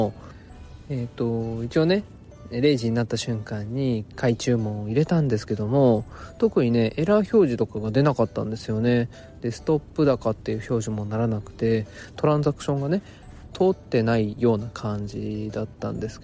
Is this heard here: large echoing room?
no